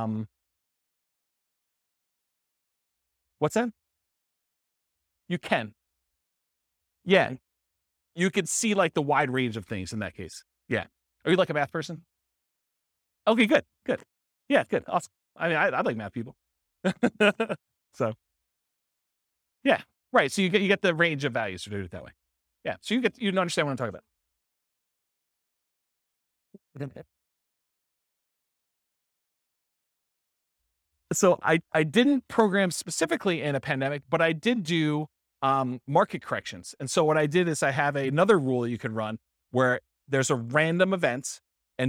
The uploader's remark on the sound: This was a live class recorded